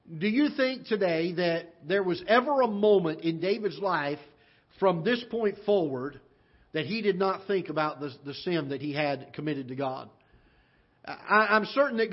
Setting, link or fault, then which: setting, large echoing room